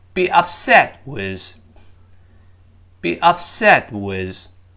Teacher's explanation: 最后那个 t，几乎听不到了